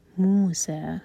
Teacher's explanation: وذکر فی الکتاب موسا رکیں گے تو سا دو حلقہ لمبا فی الکتاب موسا اگر کنٹینیو کریں گے تو سا مد منفصل ہوگا چار حلقہ کھینچ کر پڑھا جائے گا